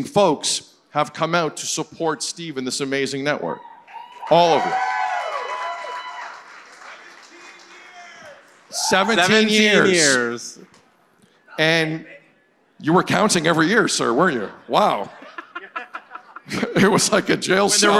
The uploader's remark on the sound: We're live from The Rec Room in Toronto for All-Star Weekend.